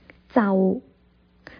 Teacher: 糟在最后发音的时候，我们的嘴巴就要往前面做得圆圆的